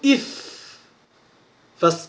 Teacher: تنصدم أطراف الثنايا العليا مع باطن الشفة السفلى